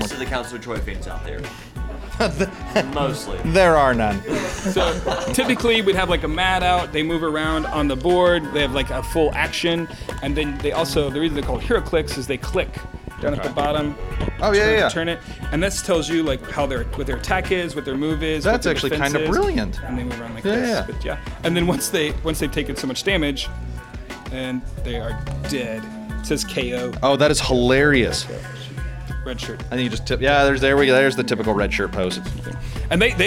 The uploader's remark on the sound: Yet another live stream at Doc's Comics & Games